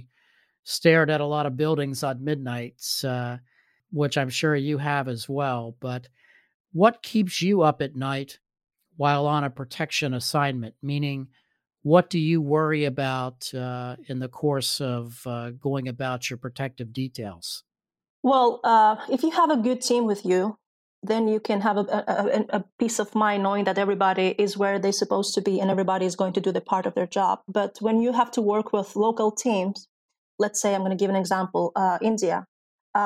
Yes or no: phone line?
no